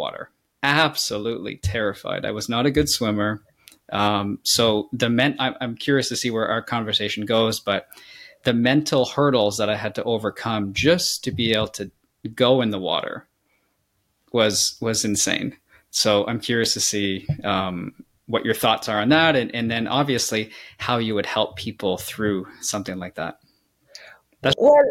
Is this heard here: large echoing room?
no